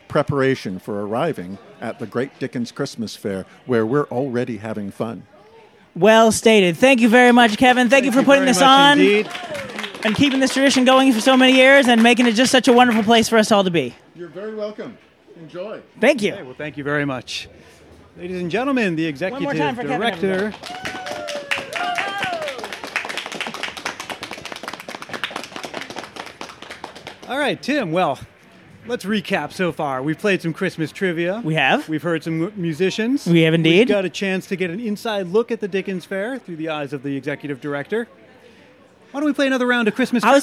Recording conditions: outdoors